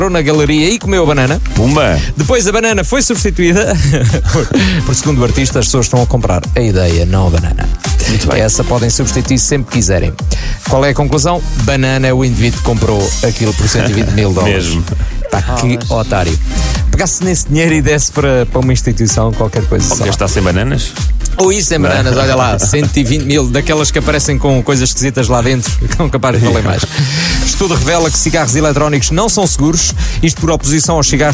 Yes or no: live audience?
no